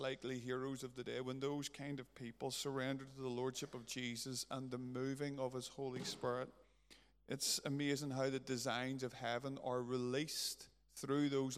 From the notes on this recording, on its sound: A recording from the Covenant service between the Journey Church Lisburn and Lisburn Christian Fellowship